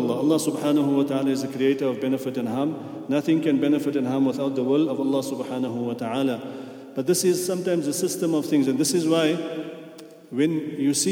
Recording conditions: large echoing room